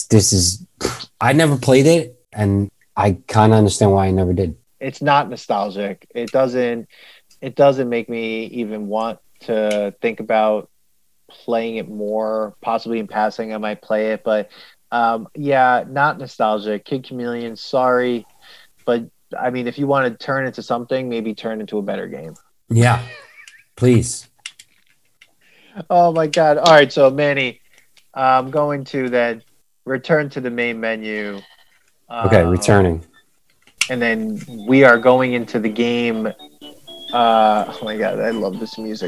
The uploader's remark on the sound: We recorded this on January 11th, 2021, on Zoom so there are some small sound discrepancies